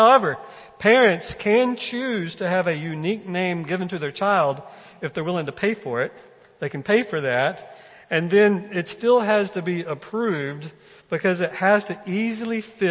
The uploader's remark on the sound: First Baptist Belton Sunday morning sermon.